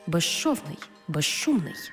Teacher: свистячий з плюс шиплячий ши всередині слова разом вимовляємо як жи-ши